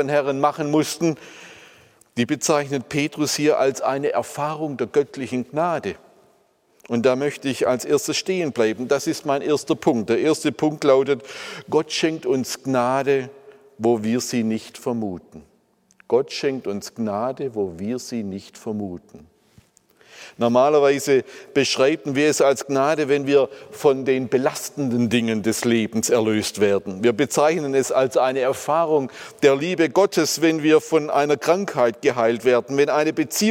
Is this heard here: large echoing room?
yes